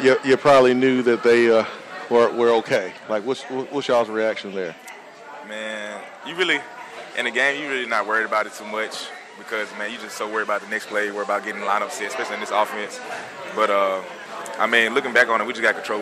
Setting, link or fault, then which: setting, busy venue